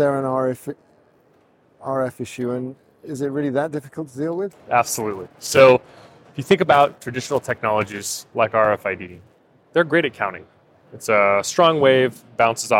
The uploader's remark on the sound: live from NRF